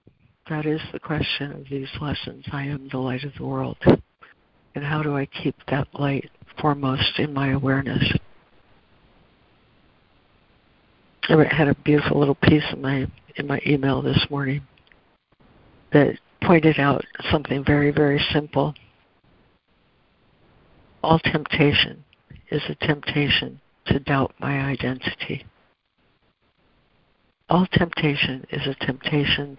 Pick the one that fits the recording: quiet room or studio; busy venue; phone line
phone line